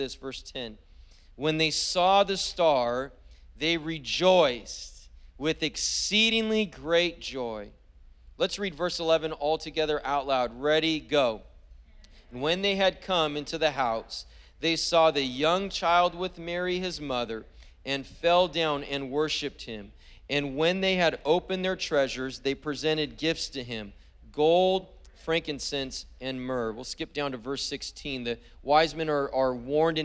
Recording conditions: large echoing room